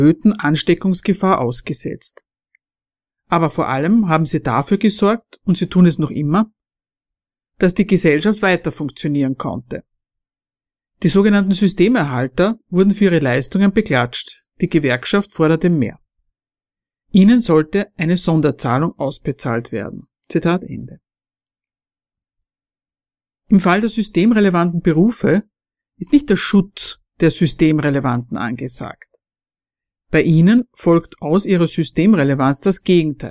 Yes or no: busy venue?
no